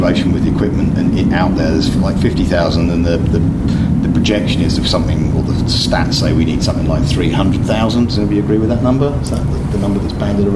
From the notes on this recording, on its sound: Attend the 2023 London ePrix in Excel, Docklands. We capture the sound of the cars, the crowd reaction and the atmosphere in the Fan Zone.